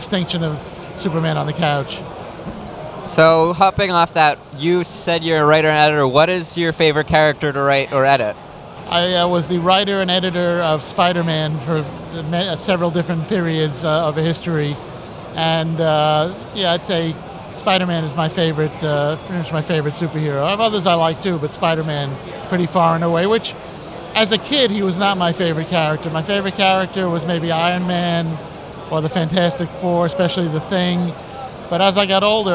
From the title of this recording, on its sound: Interview at East Coast Comicon 2017